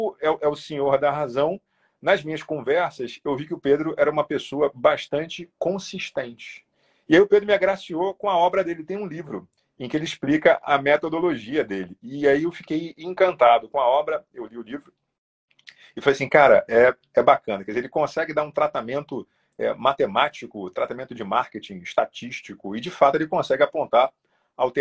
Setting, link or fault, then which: link, video call